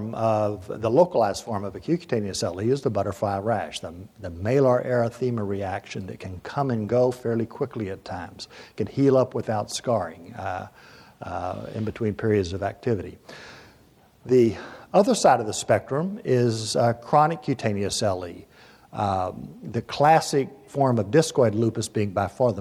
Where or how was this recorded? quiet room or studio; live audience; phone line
live audience